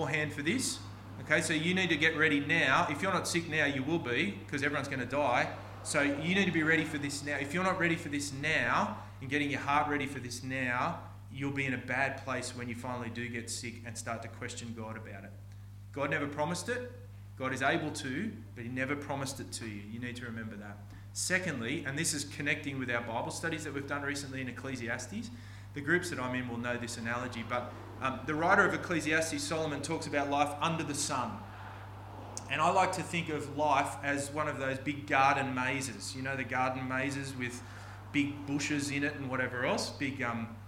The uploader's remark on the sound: This sermon was preached on 27th August 2023 at all services of Helensburgh and Stanwell Park Anglican Church.